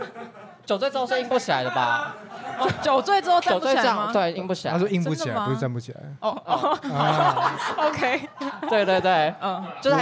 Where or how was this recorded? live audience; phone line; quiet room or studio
live audience